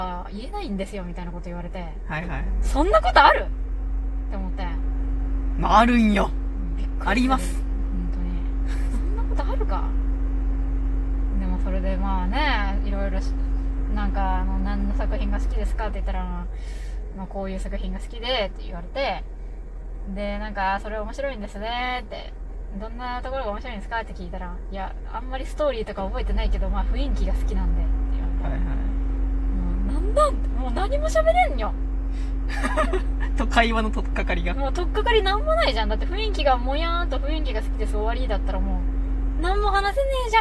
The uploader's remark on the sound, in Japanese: クーラーの雑音が激しいなか